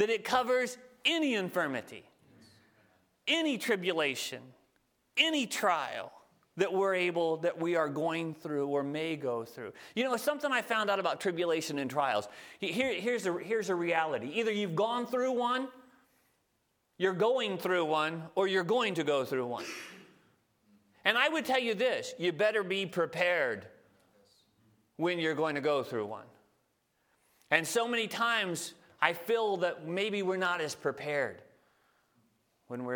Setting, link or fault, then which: setting, large echoing room